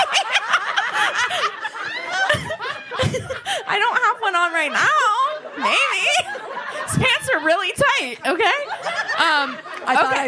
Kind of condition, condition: setting, live audience